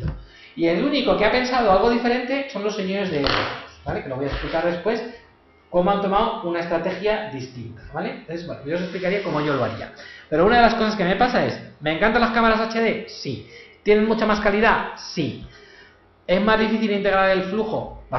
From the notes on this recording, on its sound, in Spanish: Contenido de audio grabado durante la Open Class